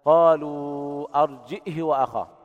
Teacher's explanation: بالهمزة مع إسكانها وكسر الهاء بدون صلتها